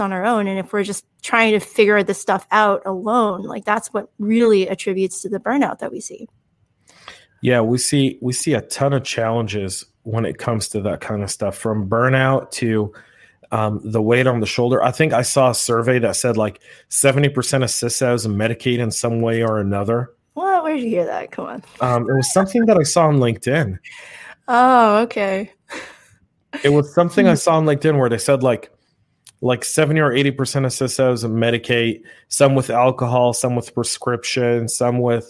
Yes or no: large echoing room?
no